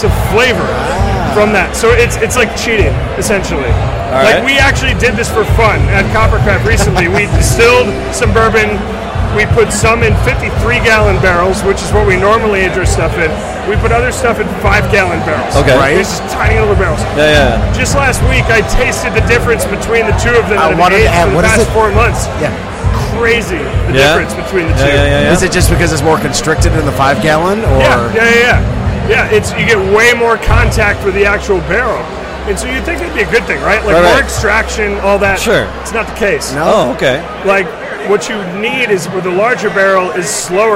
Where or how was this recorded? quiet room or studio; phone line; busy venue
busy venue